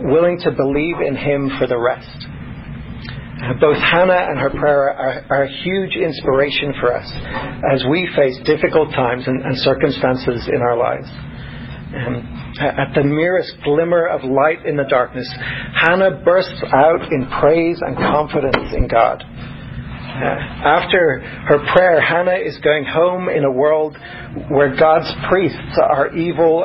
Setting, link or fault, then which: setting, large echoing room